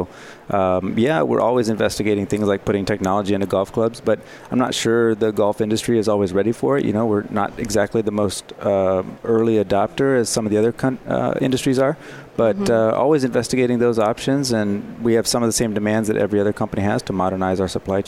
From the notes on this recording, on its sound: Live from Sap Sapphire Now 2017